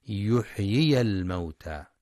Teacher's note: ينتبه القارئ لبيان الياء المكسورة والياء المفتوحة وصلا، يحيي الموتى، أو المدية الساكنة وقفا، يحيي، فلا تختلس الحركة ولا تسقط الياء.